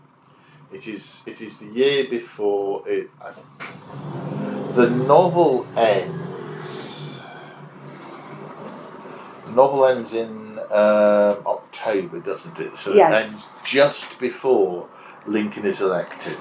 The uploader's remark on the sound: Apologies for the sound: it was incredibly hot in the kitchen in Hove so we recorded with the window open, so there is some traffic noise in the background.